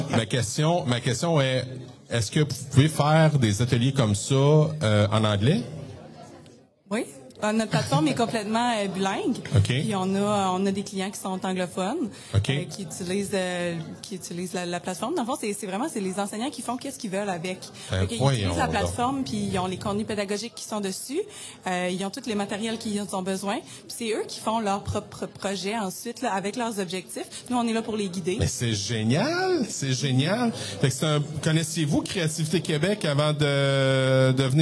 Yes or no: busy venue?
yes